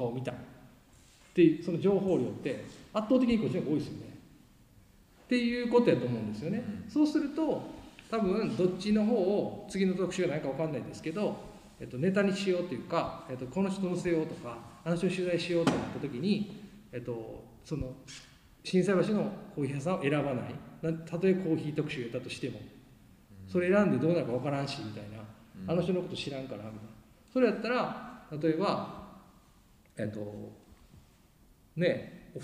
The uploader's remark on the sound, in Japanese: 2022年4月30日旧田島うるし工場で開催されたIN/SECTS CARAVAN 2022でのトークイベントの模様をお送りします。